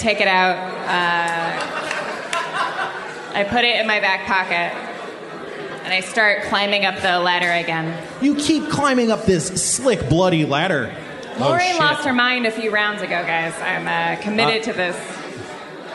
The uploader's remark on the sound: From Austin, TX, Harmontown is live from the Liberty Tavern and SXSW. Bonus audio from the Q & A following the premiere of the "Harmontown" documentary.